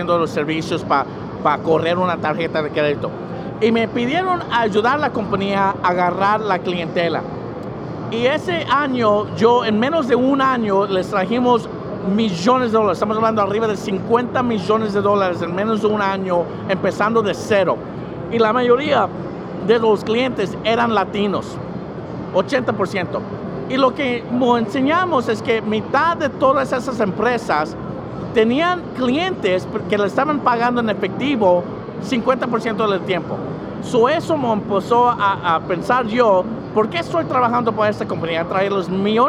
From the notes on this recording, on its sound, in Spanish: en vivo desde talendland 2019